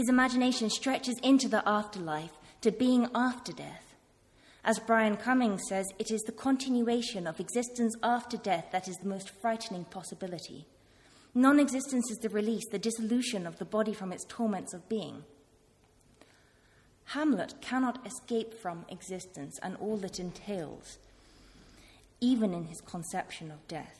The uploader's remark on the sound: This talk was part of a one-day conference 'Shakespearean Thresholds' organised by KiSSiT (Kingston Shakespeare Seminar in Theory) held at the Rose Theatre, Kingston on April 2, 2016.